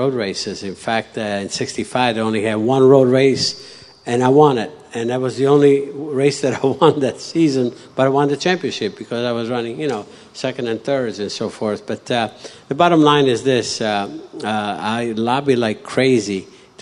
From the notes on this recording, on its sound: Live on stage at The World of Speed Motorsports Museum in Wilsonville, Oregon. Answer questions from the audience.